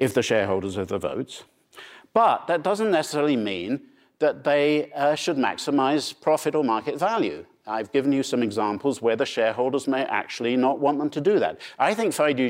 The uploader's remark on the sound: These views were first aired at The AQR Asset Management Institute's conference: Insight Summit.